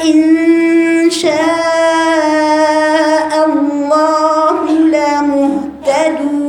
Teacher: النون بعدها شين، يعني في ايه اخفاء، غن حركتين